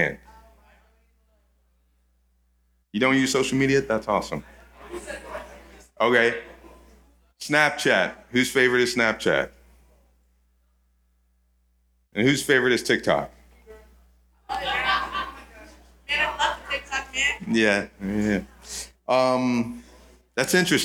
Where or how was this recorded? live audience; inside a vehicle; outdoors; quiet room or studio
live audience